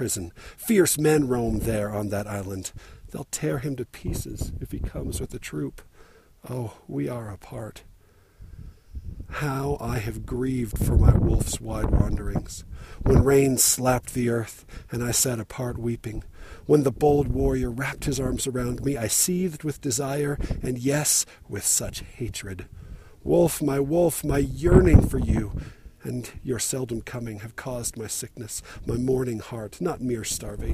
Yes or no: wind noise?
yes